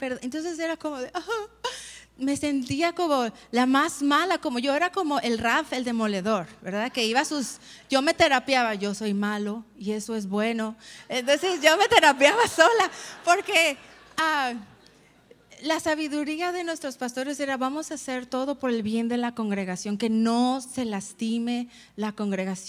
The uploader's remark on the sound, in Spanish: Conferencia En Vivo 2019